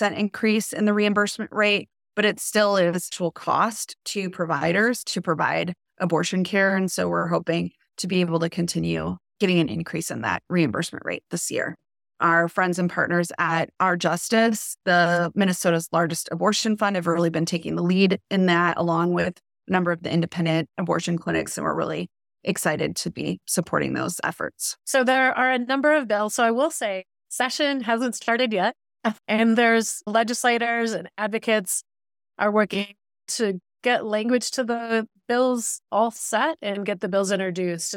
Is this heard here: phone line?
no